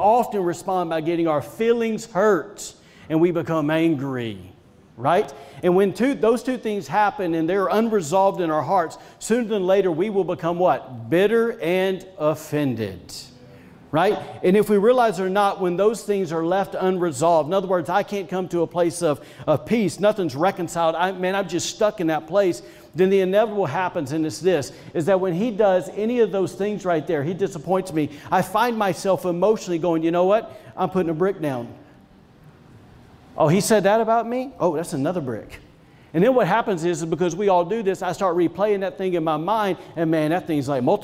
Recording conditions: large echoing room